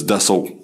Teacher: let the T disappear into the back of your mouth. So it's da sol.